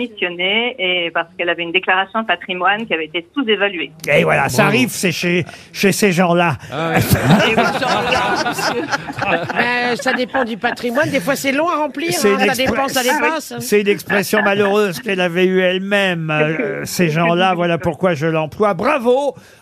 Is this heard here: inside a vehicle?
no